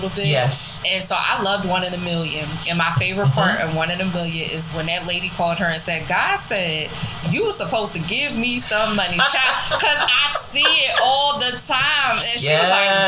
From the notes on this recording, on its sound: I apologize in advance for the shrill noise in the background. We believe it was interference in one of our headsets.